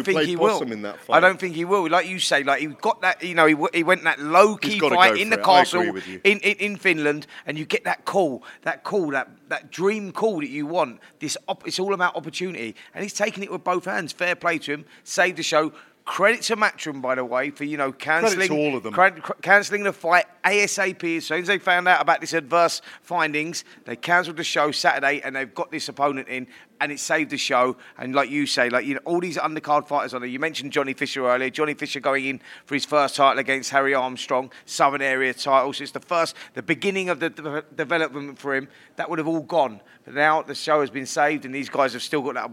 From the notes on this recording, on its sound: Press conference at the Pan Pacific Hotel in East London.